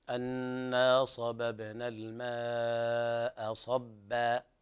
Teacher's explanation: المد واجب 4 حركات أقل شيء، لا يجوز قصره بحال · Term: المد الواجب المتصل